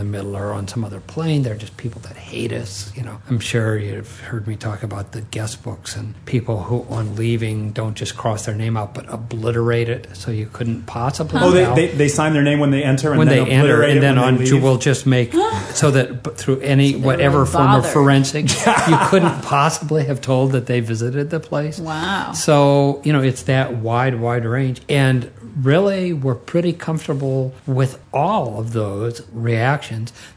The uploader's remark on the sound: Recorded in the MJT Tea Room, 2006.